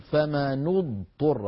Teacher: يتخلص من التقاء الساكنين في فمن اضطر بالضم لا بالكسر، فيقول فمن اضطر بضم النون.